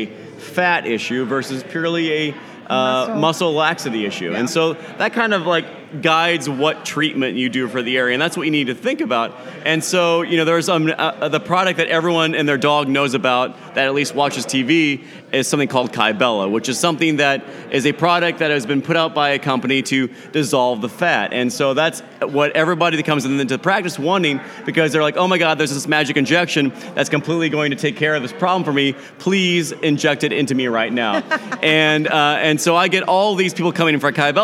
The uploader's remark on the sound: At Cork & Growler in Frisco, Tx answering questions from a live audience.